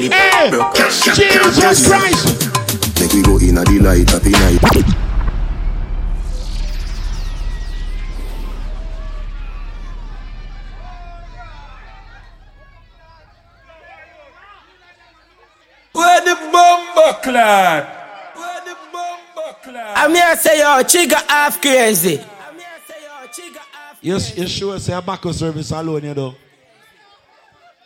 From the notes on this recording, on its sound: LIVE IN NASHVILLE.